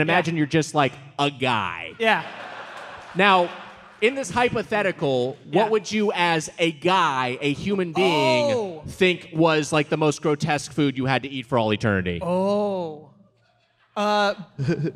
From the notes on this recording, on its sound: Recorded live at The Belasco in Los Angeles on October 8th, 2023.